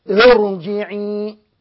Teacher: الراء التي تأتي بعد همزة الوصل مفخمة قولا واحدا. مش عايز واحد يجي في يوم من الأيام ويقرأ راء جاءت بعد همزة وصل فيرققها، لا، نتفق أن هذه الراء مفخمة قولا واحدا.